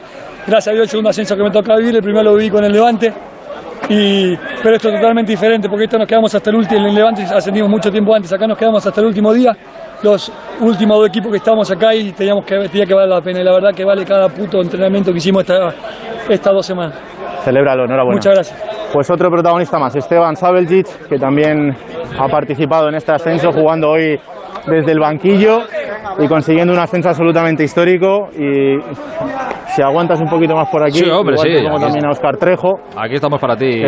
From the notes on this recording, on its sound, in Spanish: En directo en El Transistor, desde el césped de Montilivi.